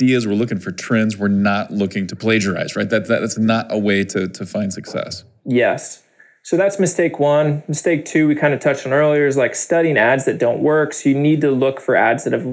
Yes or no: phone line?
no